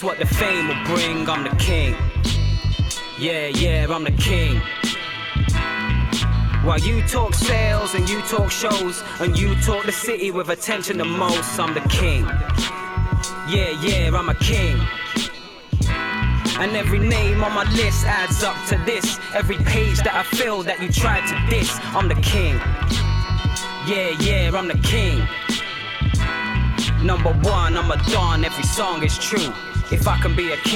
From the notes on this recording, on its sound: Recorded at Albert's Shed in Southwater, Telford.